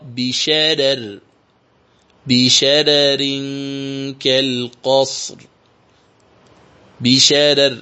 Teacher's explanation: إذن تقرأ بشرر، بشرر كالقصر، بشرر، إذا وقفنا بشرر كالقصر، فتقرأ بترقيق الرأين. فالراء الثانية مرققة لأنها مكسورة وهذا واضح، وأما الراء الأولى فرققت لترقيق الراء الثانية · رقق ورش الراءين وصلا ووقفا في قوله تعالى: بشرر، في سورة المرسلات، وهذه الكلمة تحفظ ولا يقاس عليه.